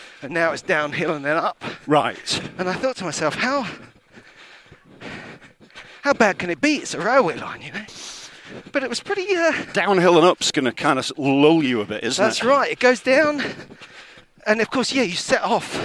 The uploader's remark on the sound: On the first half of a long run round Hampstead Heath